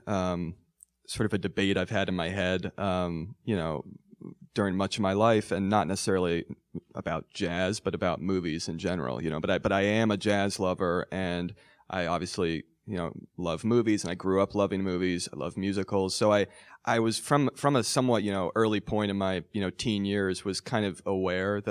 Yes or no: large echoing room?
no